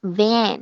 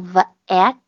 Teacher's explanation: Van 一定要大口，然后 vet 小口